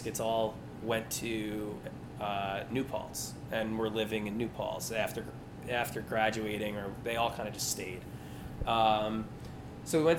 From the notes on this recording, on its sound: This magic took place late night the Sunday before Labor Day, at an official afterparty for North Coast Music Festival.